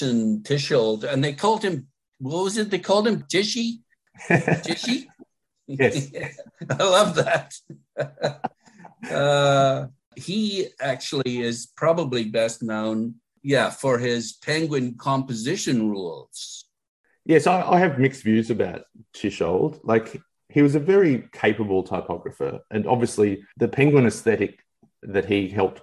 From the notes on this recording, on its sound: via Zoom